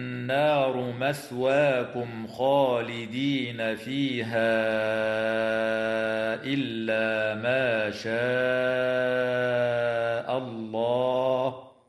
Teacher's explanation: النون المشددة في كلمة النار حكمها الغنة بمقدار حركتين